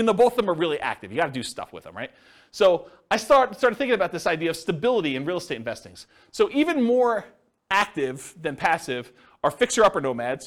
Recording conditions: live audience